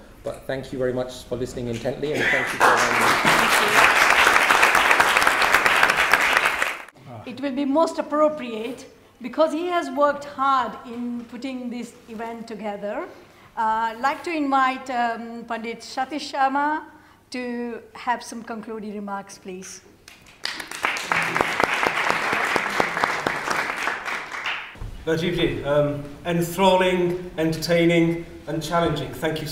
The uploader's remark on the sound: Lecture at British Parliament on ‘Soft Power Reparations’.